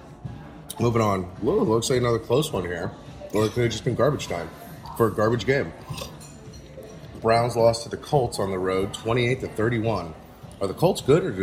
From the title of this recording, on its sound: LIVE from Brunch!